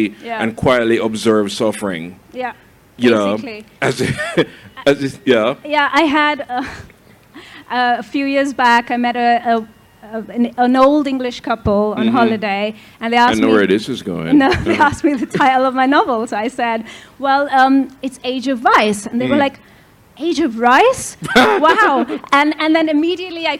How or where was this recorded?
live audience